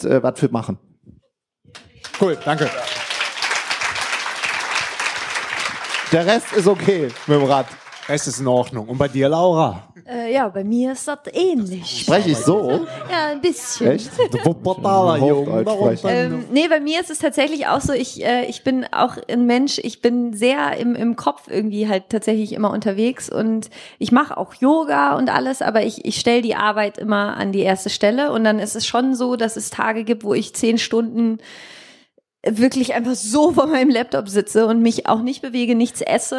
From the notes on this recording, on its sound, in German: Das sind die beliebtesten Interview Gäste der LIFE HACKZ Show zusammen in einem Panel. Im Rahmen der DNX 2017 haben wir das erste All Stars Panel mit. Aufgenommen zusammen mit 250 Leuten im Publikum. Fragen aus dem Publikum.